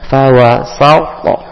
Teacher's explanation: huruf sin baca tipis, o tebal. Yang tipis dibaca dengan senyuman, ya.